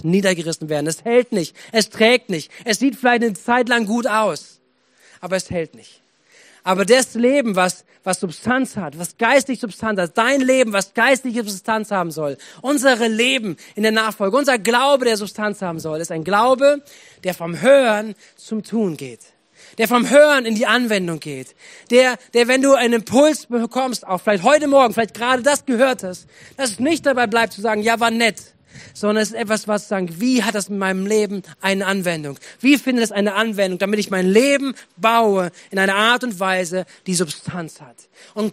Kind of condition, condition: setting, large echoing room